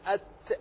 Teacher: والتاء انتهت عند أت عند طرف اللسان مع أصول الثنايا العليا